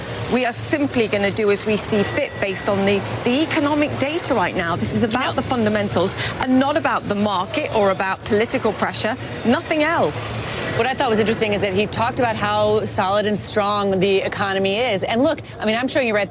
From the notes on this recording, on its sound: is live from the New York Stock Exchange